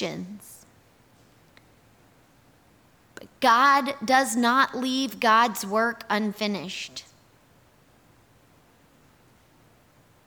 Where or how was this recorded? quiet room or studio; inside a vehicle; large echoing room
large echoing room